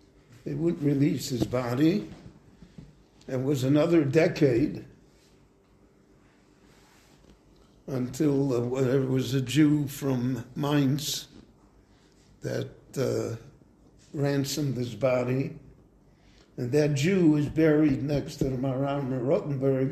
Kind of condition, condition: setting, large echoing room